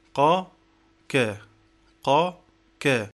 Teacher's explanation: ستجد في حرف الكاف أن اللسان يرتفع قربا من مقدم الفم